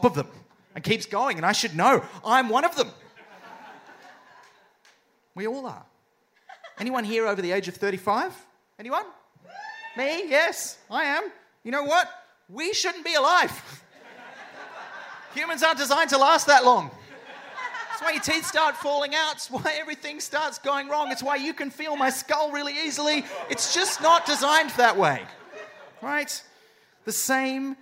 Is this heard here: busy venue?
yes